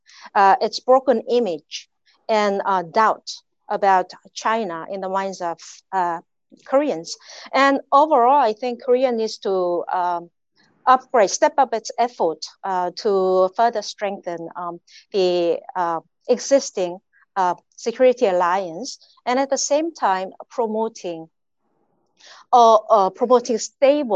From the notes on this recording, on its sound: A La Trobe Asia/Perth USAsia Centre event. Recorded live via zoom.